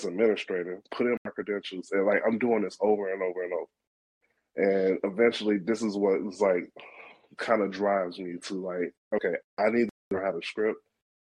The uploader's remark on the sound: Chicago Powershell Users Group. Fails at zoom.